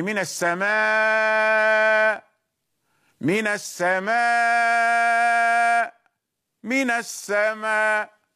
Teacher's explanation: اكتفى بثلاثة الإبدال، يعني من السماء، من السماء، من السماء، المد والتوسط والقصر